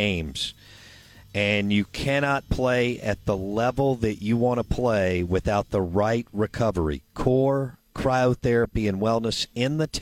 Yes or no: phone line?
yes